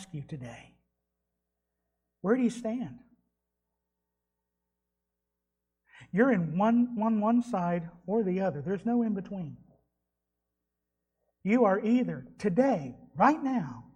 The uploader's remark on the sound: Was delivered at Trinity Baptist Church on Sunday morning.